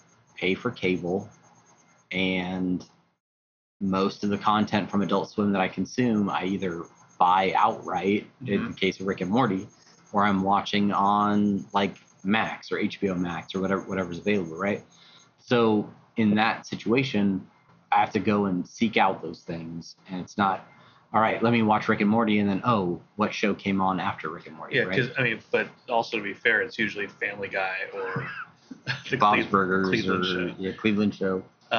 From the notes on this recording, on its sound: We do a very special nighttime live, fireside chat podcast on location for San Diego Comic Con! Pardon the audio quality... After all, we were live!